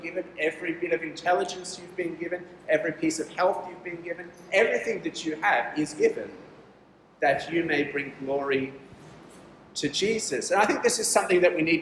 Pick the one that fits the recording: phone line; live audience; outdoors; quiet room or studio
live audience